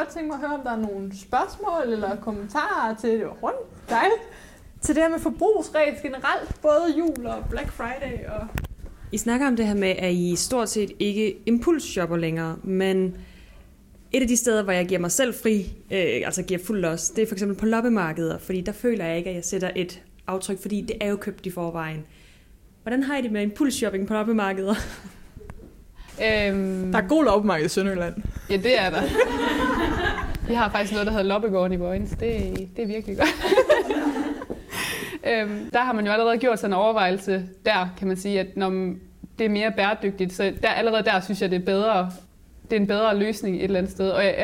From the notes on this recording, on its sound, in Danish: Ugens podcast er optaget live foran publikum i The Organic Club i Odense.